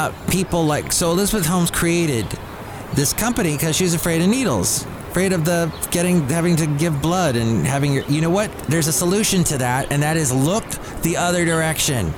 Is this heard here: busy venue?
yes